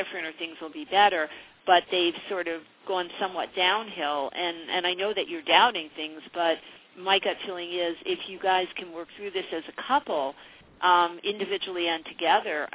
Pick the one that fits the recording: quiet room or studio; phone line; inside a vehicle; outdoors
phone line